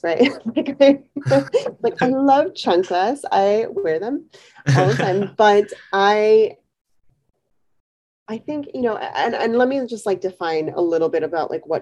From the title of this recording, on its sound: Instagram Live